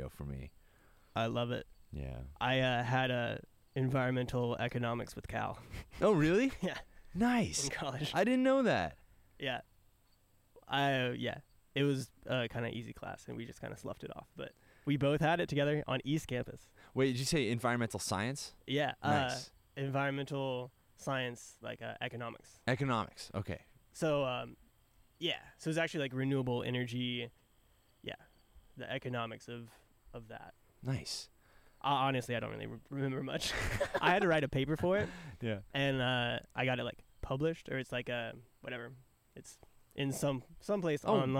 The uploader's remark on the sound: recorded one in the backyard